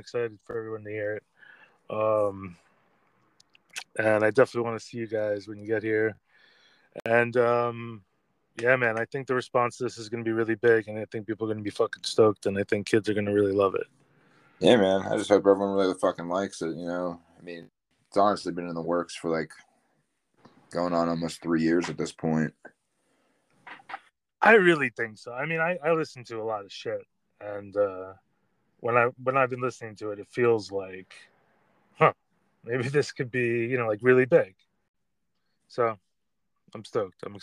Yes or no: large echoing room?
no